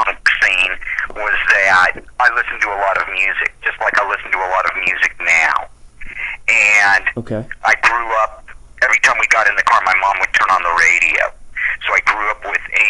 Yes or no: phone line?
yes